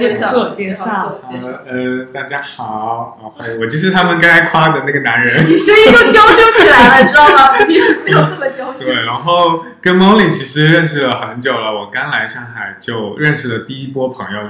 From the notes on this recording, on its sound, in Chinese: 音质问题我们尽力了TAT，但还是有不完美的地方